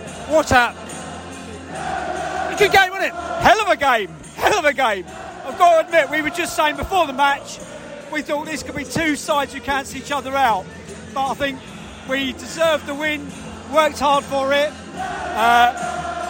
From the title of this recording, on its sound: post-match podcast from the stands